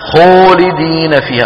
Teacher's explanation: خلط صوتها يعني صوت الألف بشيء من صوت الواو، هذا بعض أخواننا الذين لم يدركوا معنى التفخيم الذي شرحته لكم في الأيام الماضية، يظنون أن التفخيم زم الشفتين عند نطق الحرف المفخم، فيقولون خولدين فيها.